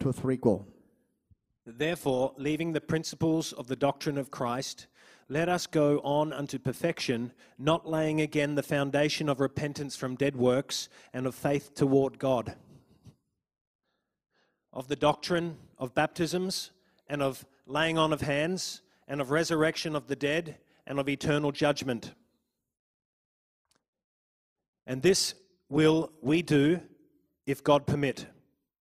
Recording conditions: large echoing room